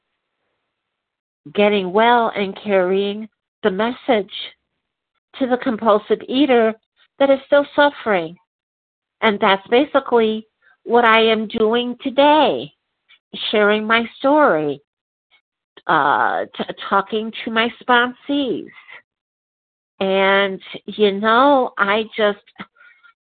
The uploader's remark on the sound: from the 100 Pounders Phone Meeting, 3/18/23